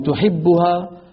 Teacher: فبدأ يظهر شيء اسمه الاستفهام بالنبرة، بنبرة الصوت